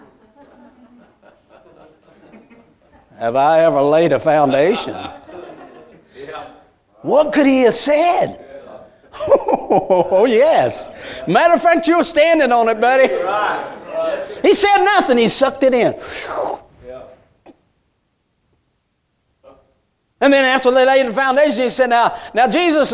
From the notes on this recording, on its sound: A message Preached at Crossroads Baptist Church